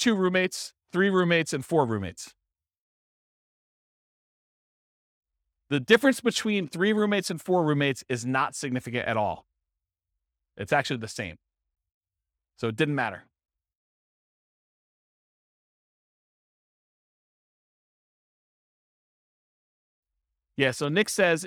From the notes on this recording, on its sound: This was a live class recorded